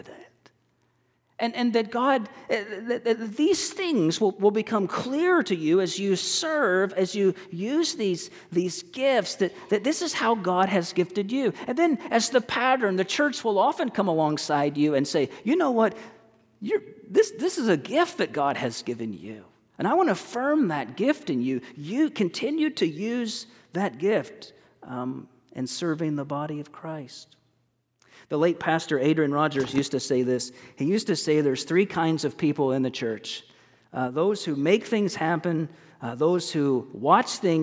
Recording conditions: large echoing room